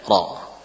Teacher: ra, ya, dibaca dengan tebal seperti huruf isti'la.